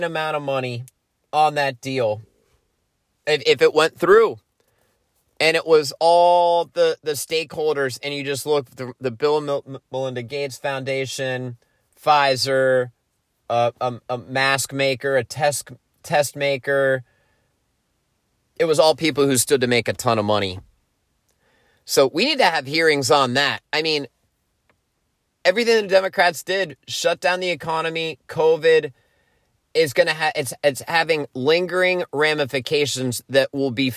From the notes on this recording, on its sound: Episode XXXII of ‘The Teddy Brosevelt Show’ was recorded on Thursday morning, October 27 in the Apalachicola state forest off “the forgotten coast” of Florida, about 30 miles east of Port St Joe.